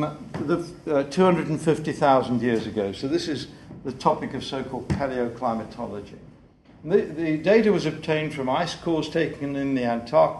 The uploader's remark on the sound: The 2008 Duncan Davies lecture